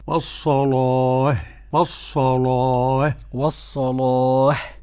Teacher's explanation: وقرأ ورش منفردا والصلاة بتغليظ اللام، وبعد كده لما يقرأ والصلاة نلاحظ الهاء اللي هي بتاعة الصلاة، والصلاة والصلاة والصلاة، بدون تعنت كده، نعم، بلطف يعني كده.